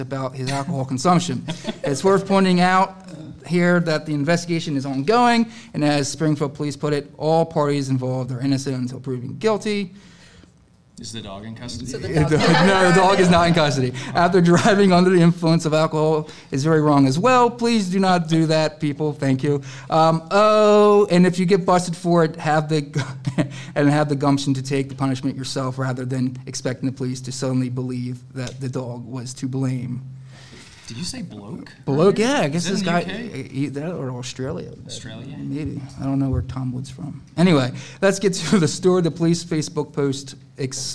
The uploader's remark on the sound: All five of us together at last, live at Monsterfest!